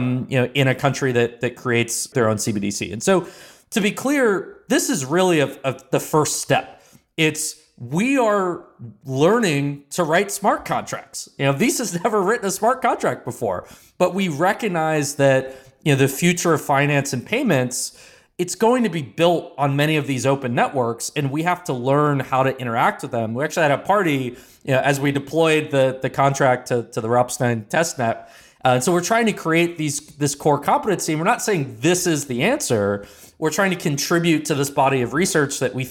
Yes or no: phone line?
no